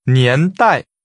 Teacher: Decade has a rising and a falling tone.